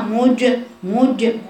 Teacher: الجيم عملت إشمام في حرف الجيم، الإشمام تأثرا بالميم المضمومة قبلها، ويجب القارئ أن يضم شفتيه عند التلفظ بالميم، ثم تعاد الشفايت للداخل في الحرف الساكن لأنه في ليس فيها أي حركة، ثم موجة تاء فالتاء مفتوحة، موجة تاء مي مكسورة، الميم مكسورة وبعدين العين مضمومة عون، موجة تاء مي عون.